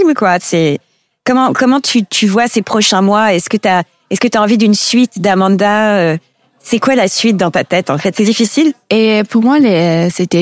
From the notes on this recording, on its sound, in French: Ce second épisode a été enregistré dans l'hôtel - restaurant les Baigneuses à l'occasion de la première édition du Festival International du Film de Biarritz consacré aux jeunes réalisateurs.